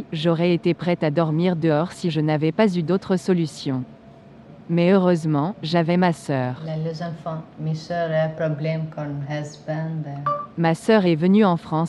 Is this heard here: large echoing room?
no